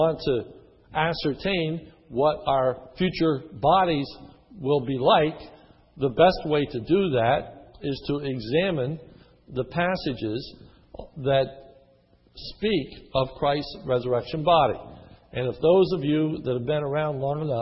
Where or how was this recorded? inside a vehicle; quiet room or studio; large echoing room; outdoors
large echoing room